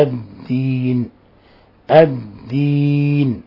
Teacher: قال الشارح: قوله واشدد يعني الدال، وذلك لأن لام التعريف قلبت دالا الدين وأدغمت في الدال · Term: اللام الشمسية